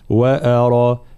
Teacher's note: ترقيق الهمزة بلا مبالغة